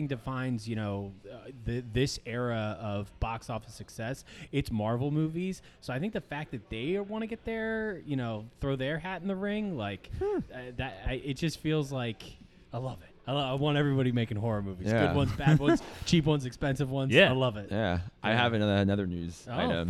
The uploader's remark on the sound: LIVE FROM BREWERY ARS